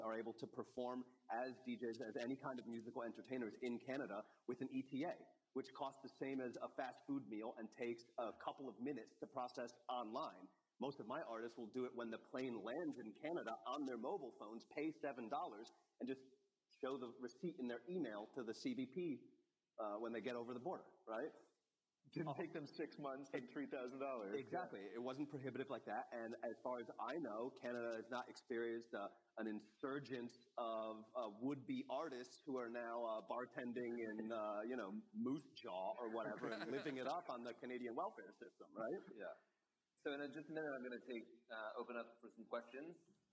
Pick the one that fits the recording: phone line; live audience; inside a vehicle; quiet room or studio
live audience